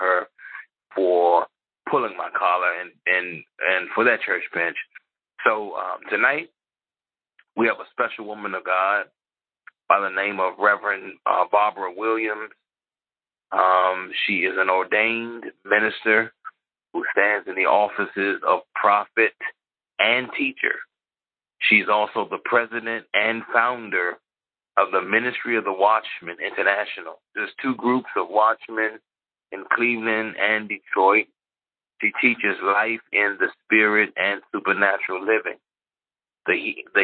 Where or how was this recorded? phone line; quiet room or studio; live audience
phone line